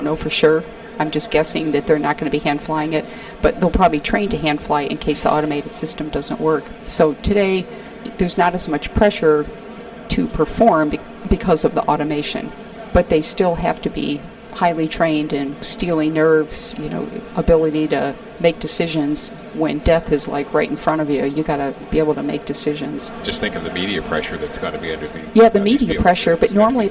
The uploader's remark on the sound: Recorded at the 2023 Northeast Astro Forum